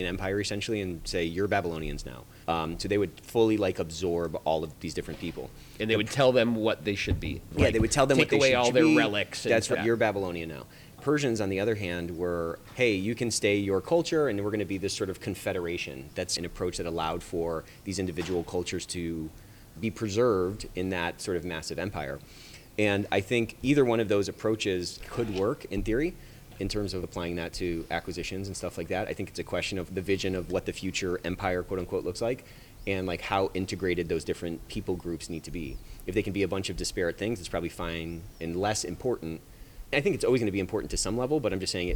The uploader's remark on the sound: Live at ECI